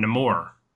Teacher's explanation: They put the emphasis on the first syllable.